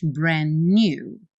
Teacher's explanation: E nem pronuncio o D, já junto os N's